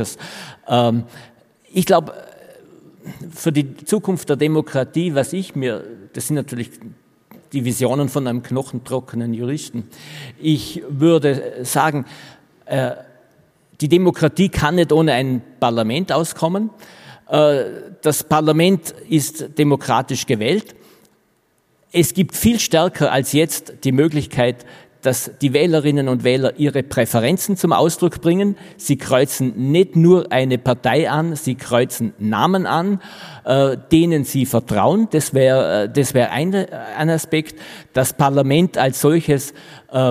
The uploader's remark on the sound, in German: Live vom FAQ Bregenzerwald 2021